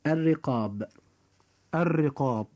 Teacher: كلمة رزقا نجد أن الراء فيها جاءت مكسورة فوجب ترقيقها. وكلمة الرقاب جاء كذلك حرف الراء مكسورا فيجب أن يرقق فينطق هكذا الرقاب.